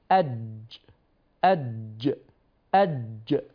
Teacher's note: وأنا أتلفظ بالجيم حدث علو لوسط اللسان، لأن الجيم من الأحرف التي مخرجها مغلق، مخرج الجيم مغلق، أج أج أج، يبقى وسط اللسان يرتفع.